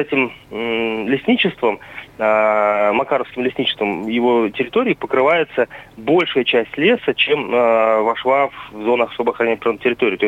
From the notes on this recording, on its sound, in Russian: По телефону.